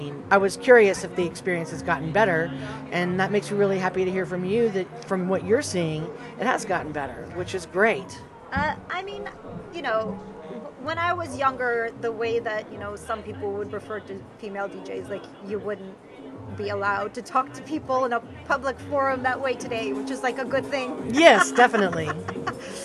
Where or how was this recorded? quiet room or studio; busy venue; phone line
busy venue